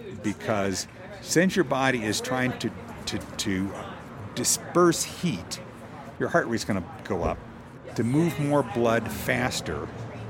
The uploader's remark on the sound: Our studio is under construction due to flood damage - we're outside so please forgive the truck and traffic noise.